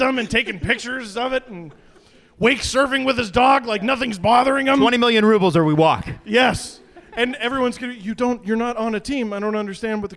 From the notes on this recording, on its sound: We're live from Bright Lights in Toronto with Lord Simcoe Brewing! Q&A with the crowd!